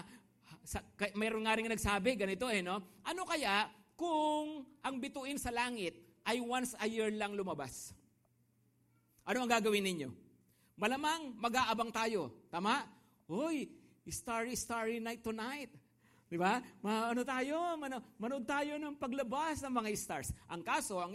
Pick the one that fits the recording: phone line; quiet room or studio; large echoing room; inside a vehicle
large echoing room